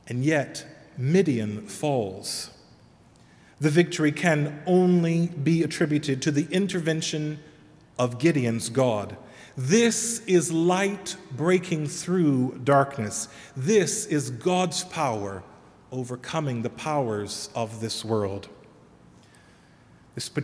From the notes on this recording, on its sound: Sermon delivered at All Saints Kingsway